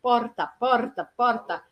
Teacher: No meu caso, quando eu falo porta, como eu sou da cidade de São Paulo, eu falo com a língua vibrando, a ponta da língua vibrando